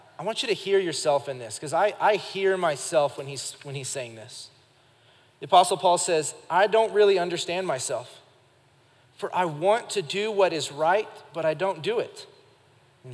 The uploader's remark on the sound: Recorded live during our Wednesday night service